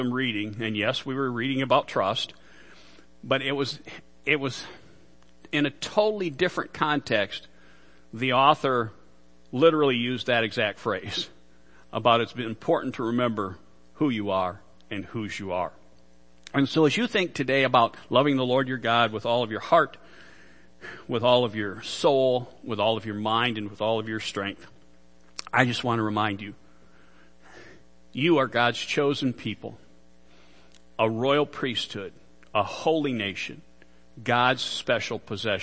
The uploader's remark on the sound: Worship Service - Audio